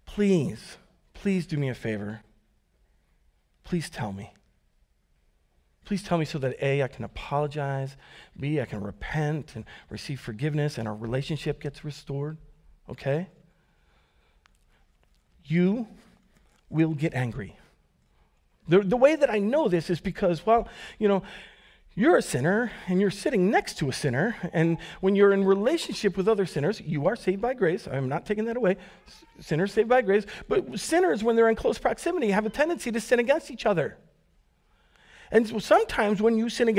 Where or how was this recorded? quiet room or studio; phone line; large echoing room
large echoing room